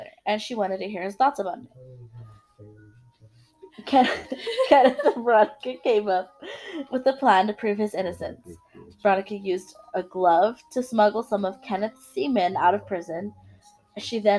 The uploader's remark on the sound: Excuse the technical issues.